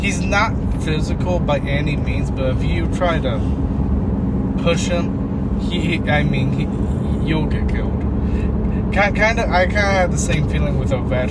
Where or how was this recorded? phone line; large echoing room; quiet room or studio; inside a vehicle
inside a vehicle